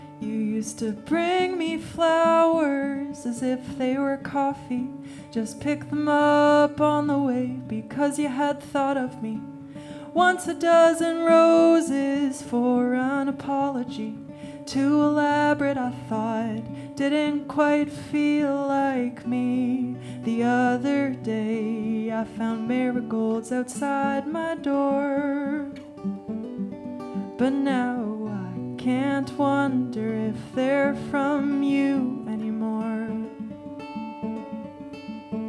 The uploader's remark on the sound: Recorded live on stage at The Union Street in Berwick, Nova Scotia.